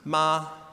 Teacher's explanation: The first tone is high and flat